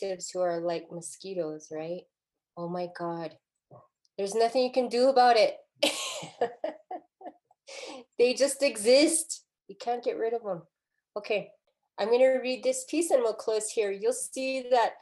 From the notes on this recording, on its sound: A question-and-answer and discussion session follows. Recorded live via Zoom.